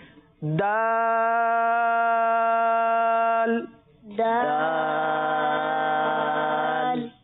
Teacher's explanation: زبان کی نوک اور اوپر کے دانتوں کی جڑ